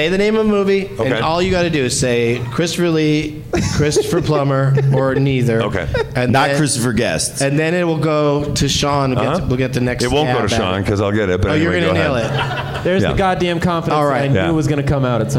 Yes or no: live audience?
yes